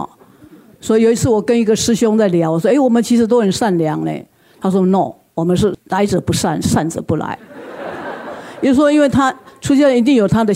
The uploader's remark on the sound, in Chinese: 本集內容取自天下文化主辦的《星雲大師的身教與言教》新書分享會現場錄音。